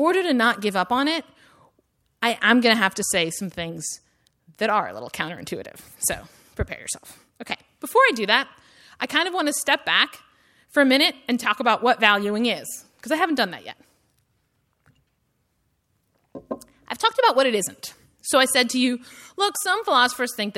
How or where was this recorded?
live audience